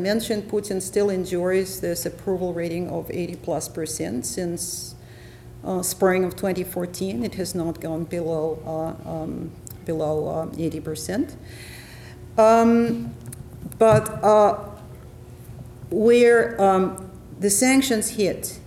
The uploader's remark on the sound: Ellison Memorial Lecture at the University of Washington.